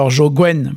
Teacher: devient « wen », hein, puisqu'il perd le « g ». D'ailleurs, ici, on dit « ven », hein, ce « w », on le prononce « ven »